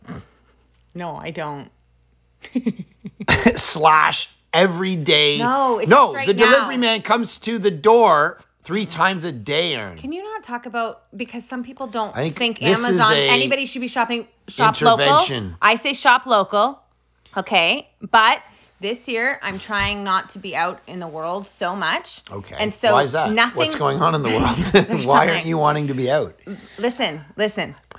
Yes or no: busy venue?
no